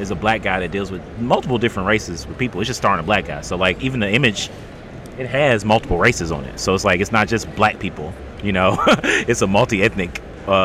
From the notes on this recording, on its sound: LIVE at Las Vegas Comic Con. Listen as we debrief the event while we were still at the convention.